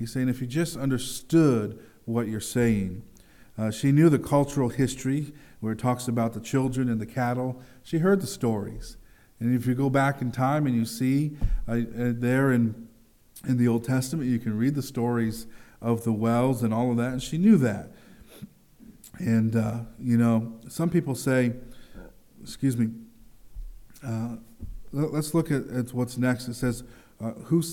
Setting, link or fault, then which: setting, large echoing room